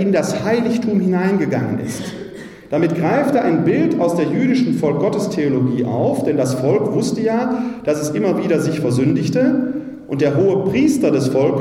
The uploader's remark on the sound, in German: Mitschnitt zur Veranstaltung „Laien – Säulen der Kirche!“. Im Pfarrzentrum von St.